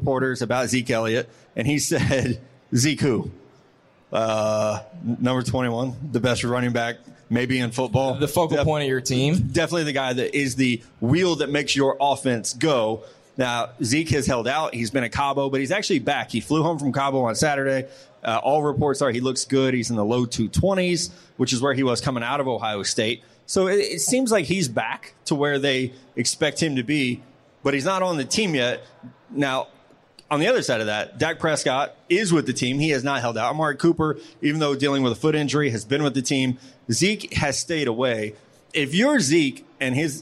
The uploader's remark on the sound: Live from Caesar's Palace